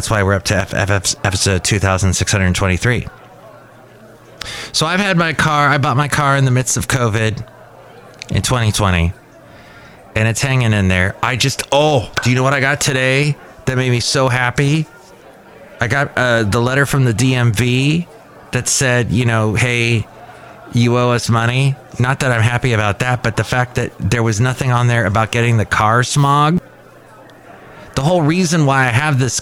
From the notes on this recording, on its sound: podcasts live from Café Anyway